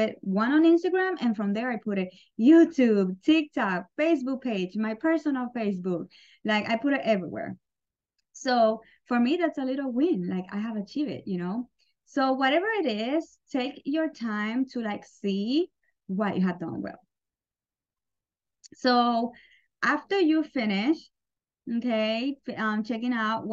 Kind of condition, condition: link, video call